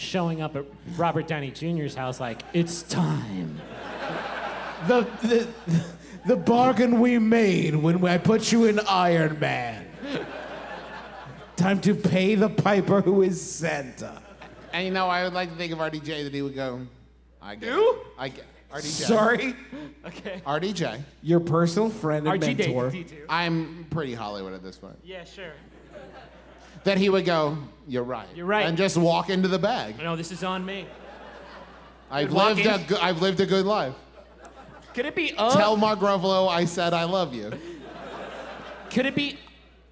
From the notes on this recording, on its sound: Here’s our live episode from our beautiful hometown of Huntington, WV.